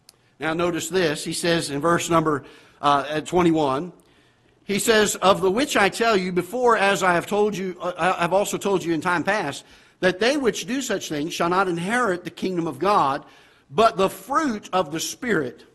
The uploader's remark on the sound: Ketha Heights Baptist Church ~ Live Broadcast